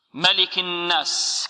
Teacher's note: الميم تنغلق الشفتان وينفتح الأنف فتخرج الغنة، وكذلك النون يرتفع طرف اللسان إلى الحنك الأعلى فيخرج الصوت من الخيشوم